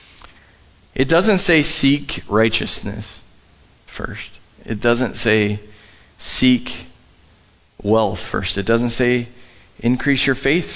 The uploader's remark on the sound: Live from The Summit Church in Dover, OH